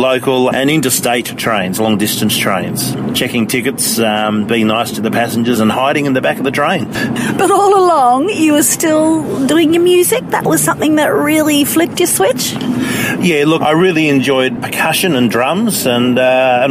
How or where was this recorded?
inside a vehicle